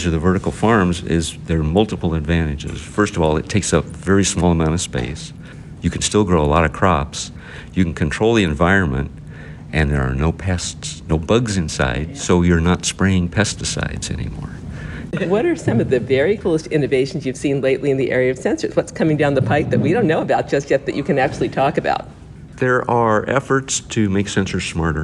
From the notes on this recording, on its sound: We had the opportunity to record onsite during the conference